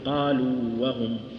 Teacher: ننطق المد كاملا من غير أن يدغم في الحرف الثاني · Term: حرف المد